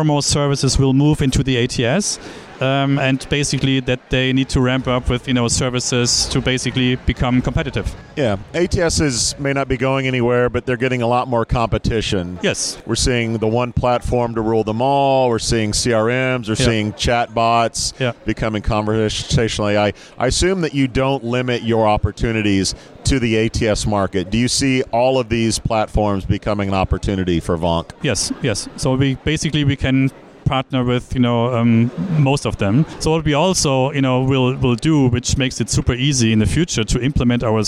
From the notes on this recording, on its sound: Enjoy this one, live from UNLEASHworld in Paris.